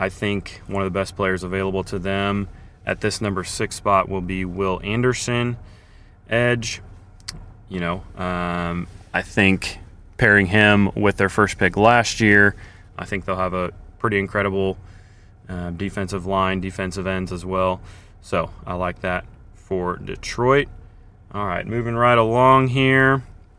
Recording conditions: outdoors